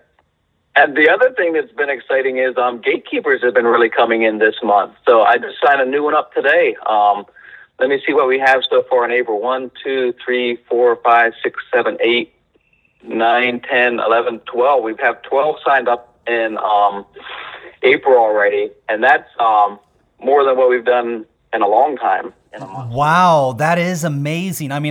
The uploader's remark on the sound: BTJ's first live call-in podcast! Taking calls from our amazing supporters.